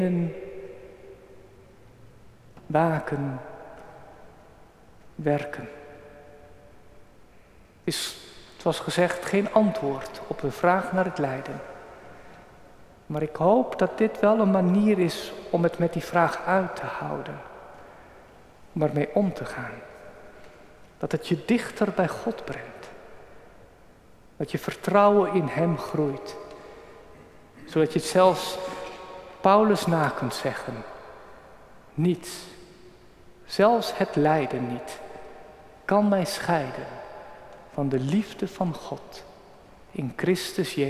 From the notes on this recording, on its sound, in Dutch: Opgenomen op 18 juni 2023 in de Noorderkerk te Amsterdam